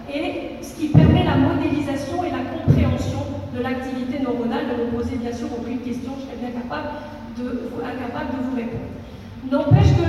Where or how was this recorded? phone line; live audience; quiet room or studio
live audience